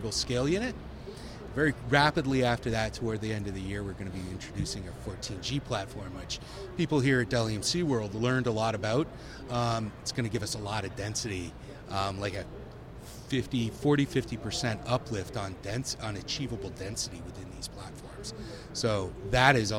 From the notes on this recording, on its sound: Joins us live on Day 4 of Dell EMC World in Las Vegas for an extra immersive recording The Hot Aisle.